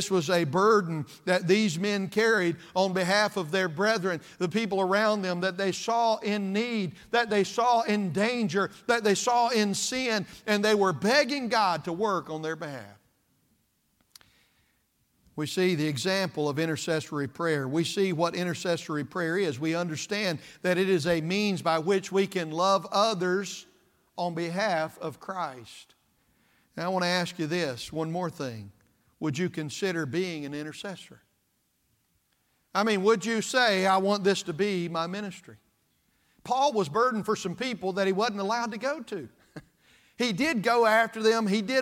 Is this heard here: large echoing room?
yes